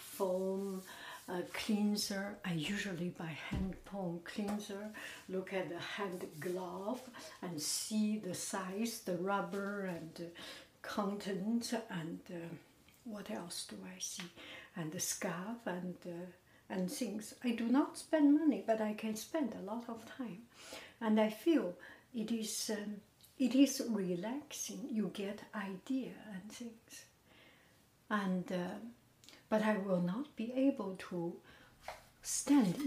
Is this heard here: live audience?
no